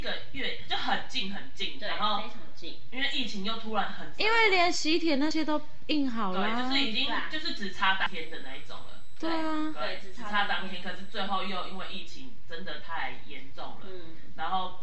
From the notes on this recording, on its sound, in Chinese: 雖然音質爛炸